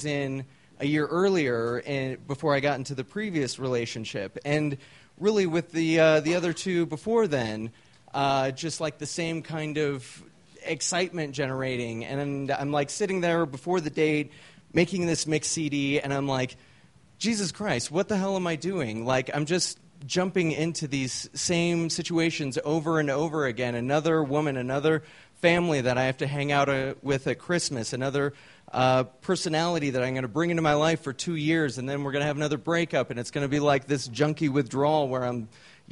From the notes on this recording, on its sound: These stories were recorded at The Deer Pile